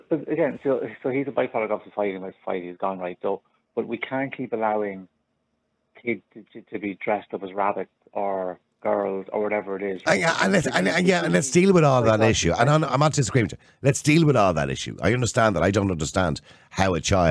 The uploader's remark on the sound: opens the phone lines to callers